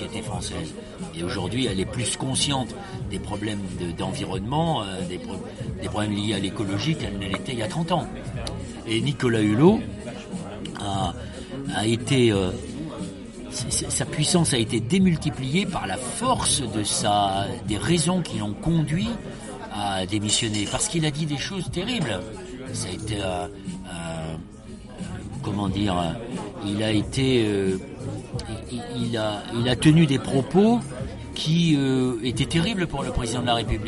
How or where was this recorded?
busy venue